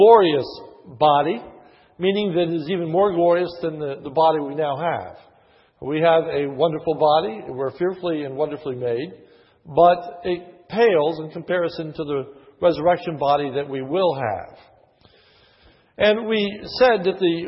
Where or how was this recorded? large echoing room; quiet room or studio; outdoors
large echoing room